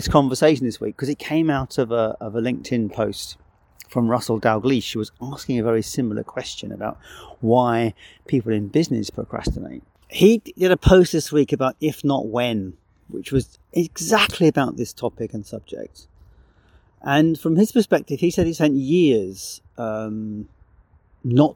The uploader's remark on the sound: I am currently visiting my son and recorded this show outside, so the audio quality, will be a little different, and there will be birds and traffic.